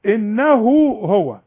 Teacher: إنه هو، تمدنيش إنه هو بعد الهاء بتاعت إنه في واو صغيرة علشان تمدها عند الوصل